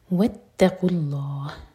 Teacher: लामे जलाल heavy, हा को साकिन करेंगे तो मद आरद लिस्सुकून